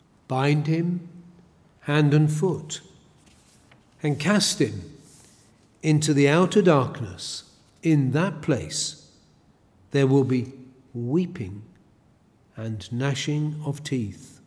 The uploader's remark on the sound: A sermon preached at Elswick Parish Church.